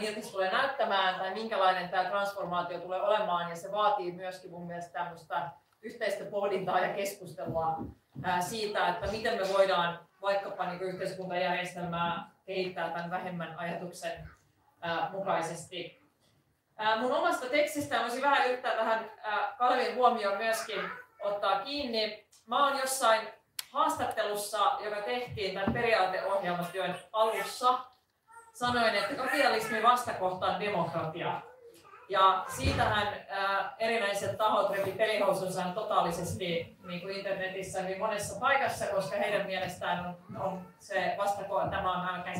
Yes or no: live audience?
yes